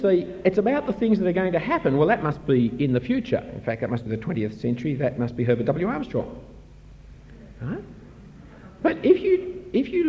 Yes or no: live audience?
yes